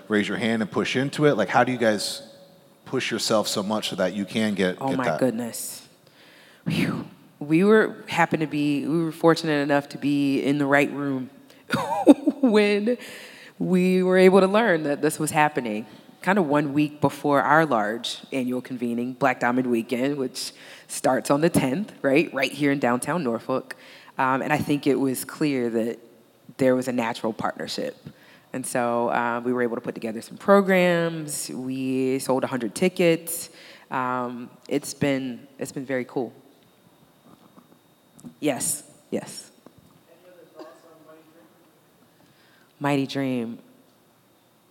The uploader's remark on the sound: This episode is part three of three Fervent Four Show episodes that were recorded at the Mighty Dream Forum.